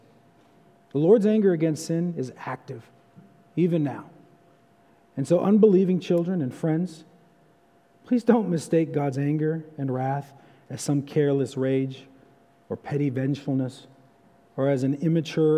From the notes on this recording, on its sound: for evening service at Arlington Baptist Church in Arlington, Virginia.